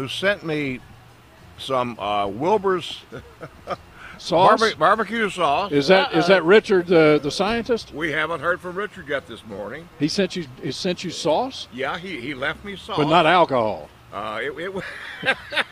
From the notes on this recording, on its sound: broadcasting live from the NC Pet Expo